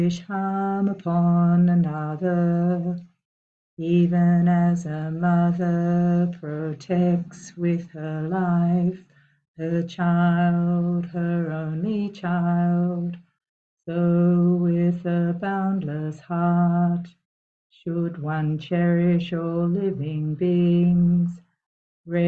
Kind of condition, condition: link, video call